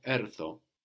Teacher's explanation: The stress is not on the end, but on the first syllable.